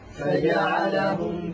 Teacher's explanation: الفاء من بطن الشفة السفلى مع أطراف الثنايا العليا